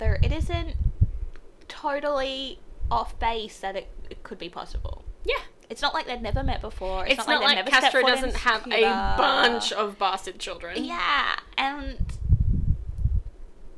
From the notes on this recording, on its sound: Refreshed and relaxed with brand new equipment!! Yes there is a weird word sound, no we don't know what is causing it.